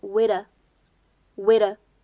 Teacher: 这个 wait 和 a 出现在一起的话呢，可以选择做连读，且当中的轻辅音 t 可以做不送气的处理 · IPA: [weɪt] [ə]